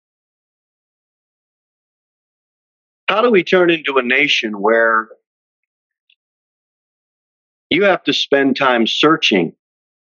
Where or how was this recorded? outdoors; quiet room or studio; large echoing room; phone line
large echoing room